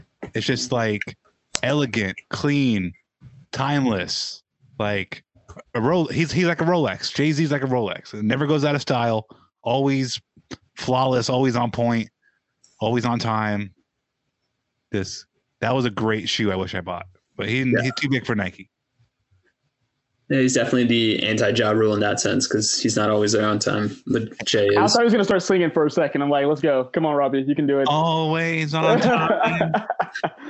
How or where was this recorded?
video call